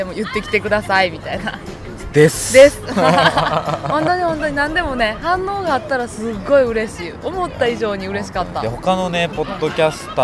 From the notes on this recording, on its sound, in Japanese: 屋外での収録ですのでお聞き苦しい点もあるかもしれませんが